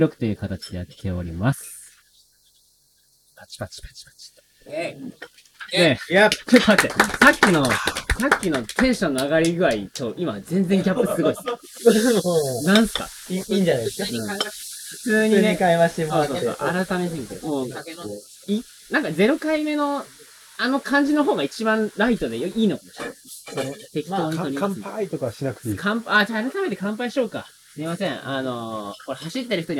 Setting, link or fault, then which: fault, background noise